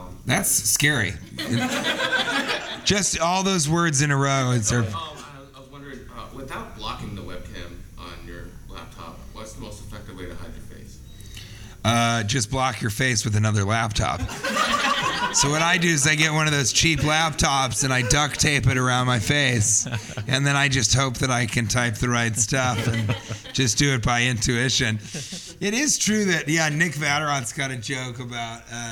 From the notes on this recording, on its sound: Recorded live at West Nyack Levity Live Comedy Club.